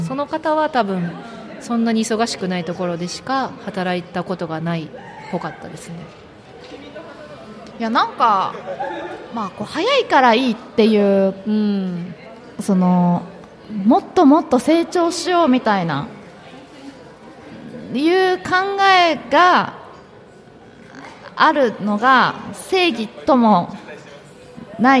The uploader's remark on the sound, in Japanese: 公開収録